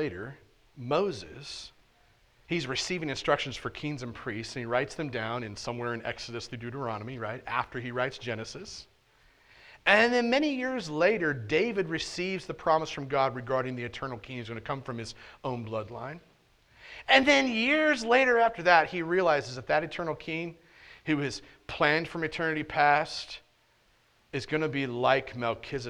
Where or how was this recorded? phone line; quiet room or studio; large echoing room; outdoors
large echoing room